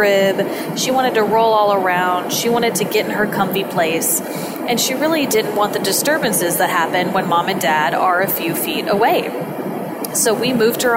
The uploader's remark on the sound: I recorded this episode from an airplane. Please forgive the less-than-ideal audio.